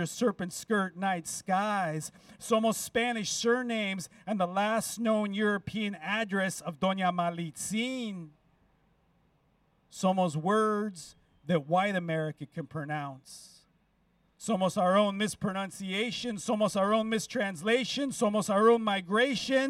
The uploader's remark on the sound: Recorded live at the steps of the San Francisco downtown public library last week.